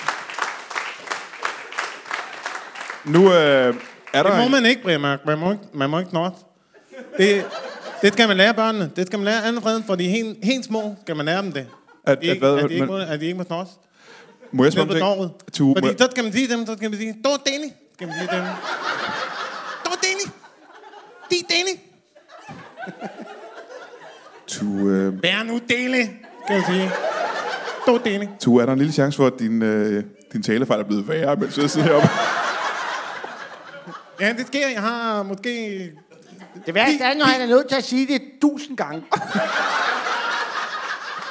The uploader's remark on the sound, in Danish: LIVE fra Nyborg